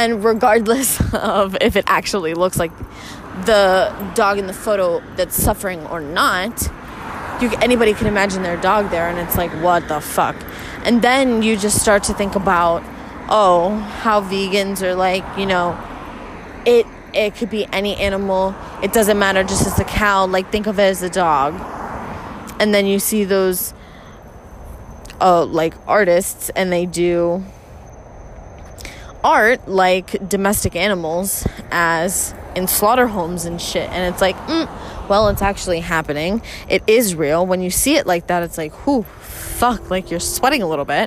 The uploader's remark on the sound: A static rant while sitting in my car (apologies for some of that audio). A mic is on the way y'alll.